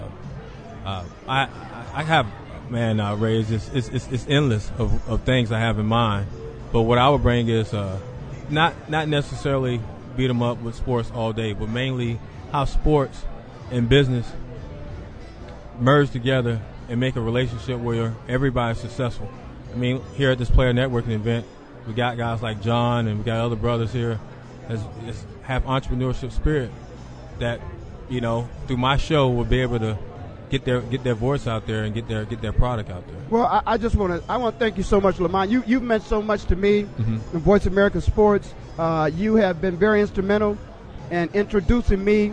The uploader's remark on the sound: Super bowl 43 Player Network Event (PNE) Live from University of South Florida. Tampa Bay, Florida Super bowl 43 Player Network Event (PNE) Live from University of South Florida.